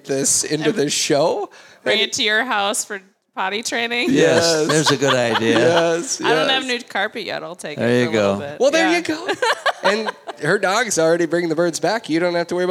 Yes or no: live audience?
yes